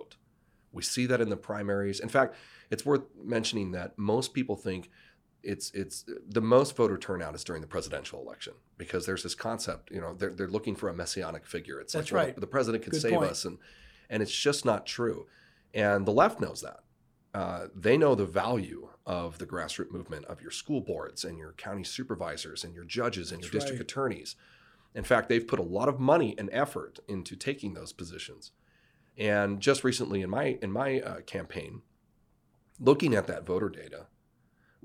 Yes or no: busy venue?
no